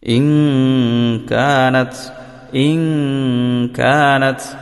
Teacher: ഇൻ കാനത് എന്നല്ല, ഇൻ കാനത്, ഇൻ കാനത്. നൂനിനെ, സുക്കൂനുള്ള നൂനിനെ അവ്യക്തമാക്കി മണിച്ചുകൊണ്ട് ഓതുക